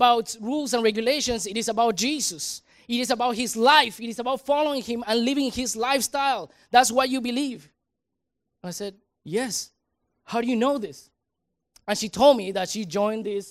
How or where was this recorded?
large echoing room